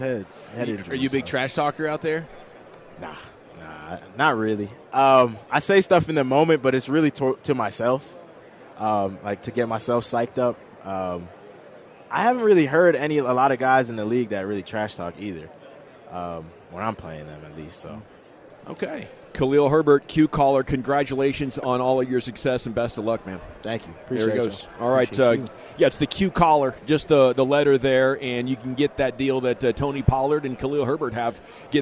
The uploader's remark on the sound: live from Super Bowl Radio Row